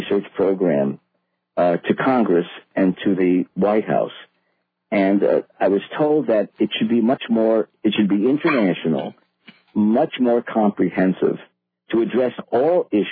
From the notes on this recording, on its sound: This was an excellent discussion with good emails and listener phone calls.